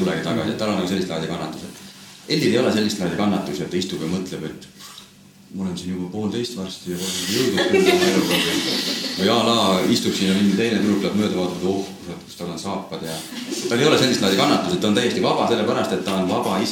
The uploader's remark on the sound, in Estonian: Seekordne saade on salvestus meie järjekorras teiselt live-podcastilt.